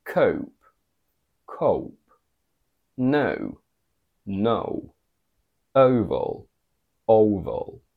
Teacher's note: in British, we use a schwa and a o.